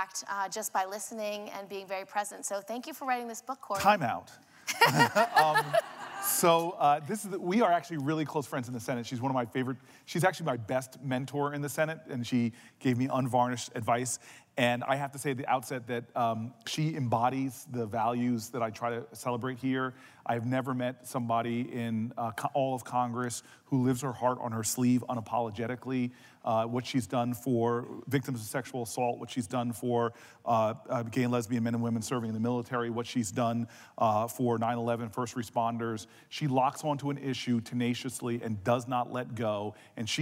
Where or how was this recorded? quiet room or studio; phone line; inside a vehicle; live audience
live audience